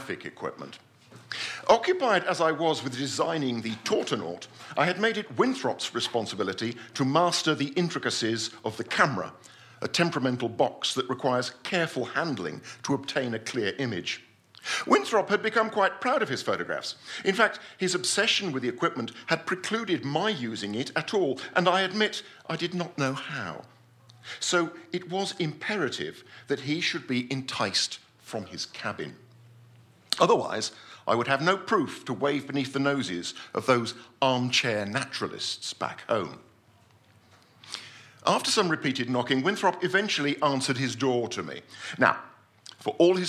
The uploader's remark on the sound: This is the fourth episode of podcasts recorded at our Stand Up Tragedy night that took place at The Dogstar on March 28th.